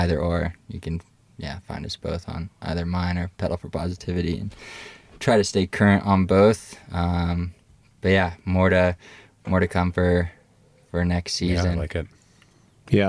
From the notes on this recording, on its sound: Recorded on Donner Summit at the site of the event. Interview recording on old Highway 40 on Donner Summit.